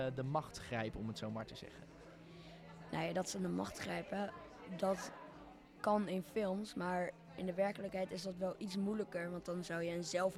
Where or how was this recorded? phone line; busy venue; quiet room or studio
busy venue